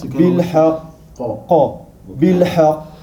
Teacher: Mais là, le fait qu'il a une shadda, on va lui faire une grosse qalqala.